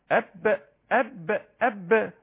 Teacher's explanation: إطباق الشفتين بقوة هكذا، حبس صوت وحبس نفس طبعا في هزة في الأوتار الصوتية. ده حرف الأب أب، وزي ما قلت بالنسبة للشفتين يبقى من الداخل وليس من الخارج كالميم. · Term: حرف الباء